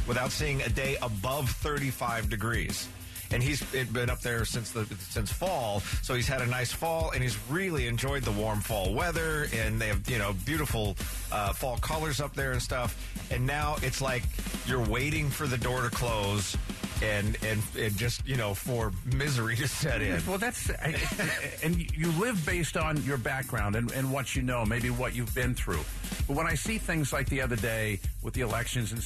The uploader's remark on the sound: taking phone calls